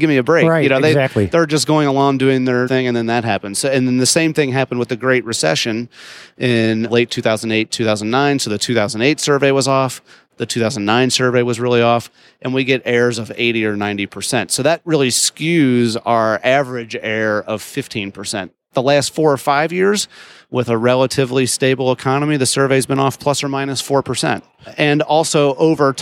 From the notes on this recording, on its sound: Live from IMTS 2018